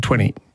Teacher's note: When I'm speaking quickly, 20, you know, and it becomes, the T almost disappears in the middle of the word